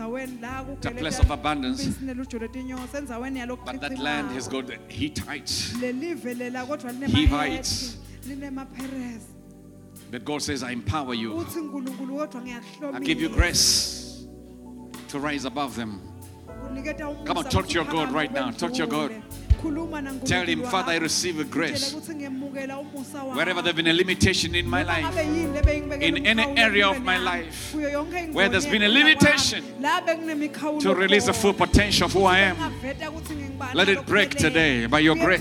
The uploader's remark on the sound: Recorded Live at the Apostolic Hub.